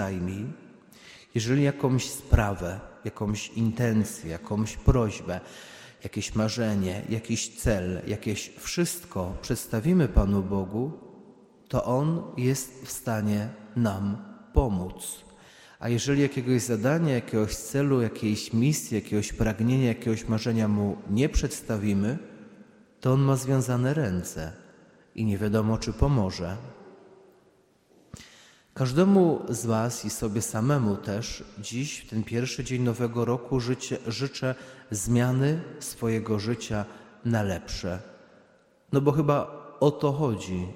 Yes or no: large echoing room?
yes